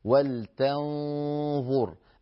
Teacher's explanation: تنظر الغنة معها شيء من التفخيم لأن الفم مهيئ على مخرج الظاء والظاء مخرجها مفخم. ولتنظر، أما ولتنظر ما يصح أن يؤتى بنون مرققة بغنة إخفاء مرققة ثم بظاء مفخمة، لابد أن تتبعها في التفخيم والترقيق.